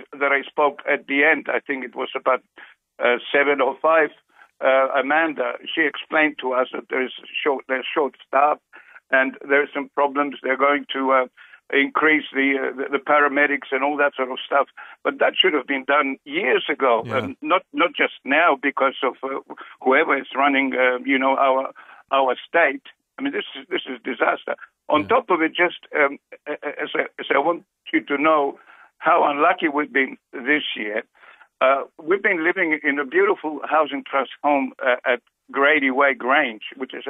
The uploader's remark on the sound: First phone call at 5.